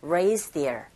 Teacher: 이 h 사운드가 작게 들리는 경우 raised here 앞에 나오는 d 사운드와 연결되어져서 raised here 이런 식으로 들릴 수 있습니다